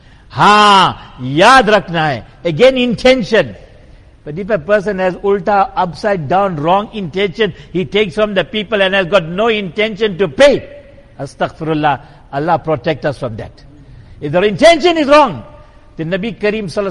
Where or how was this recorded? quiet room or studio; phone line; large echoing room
large echoing room